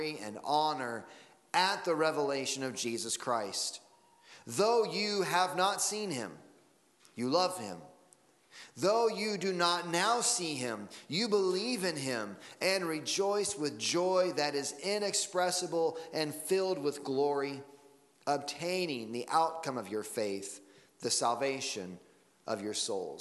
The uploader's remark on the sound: Sunday Morning Sermon Audio